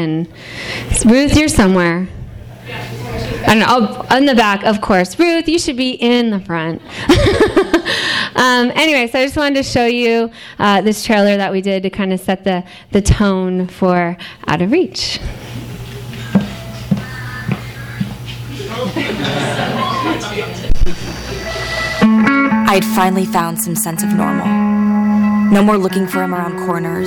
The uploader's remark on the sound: THIS EVENT WAS RECORDED LIVE AT SKYLIGHT BOOKS ON OCTOBER 16, 2012.